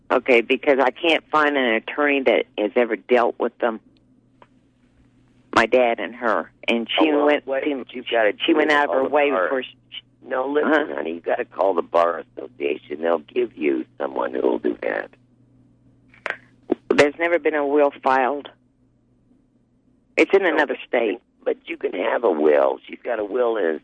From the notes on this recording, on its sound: Takes calls from listeners.